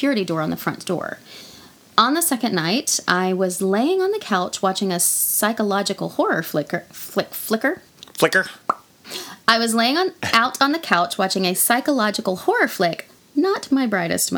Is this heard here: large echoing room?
no